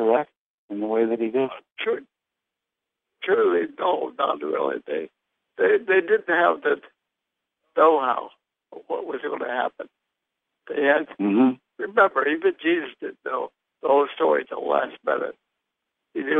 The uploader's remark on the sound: Conference Call LIVE